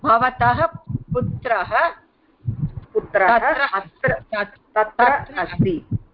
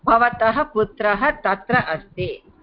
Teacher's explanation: Bhavatah, visarga. I want to hear the ha sound.